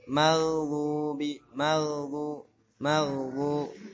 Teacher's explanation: Ini sering mantul, hati-hati. Gha sifatnya rokho, rokho, jangan sampai mantul.